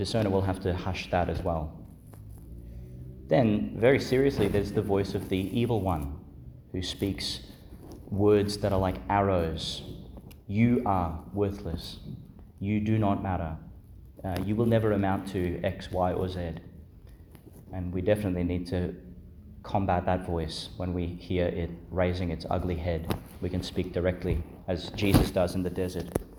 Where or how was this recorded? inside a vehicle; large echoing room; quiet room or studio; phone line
large echoing room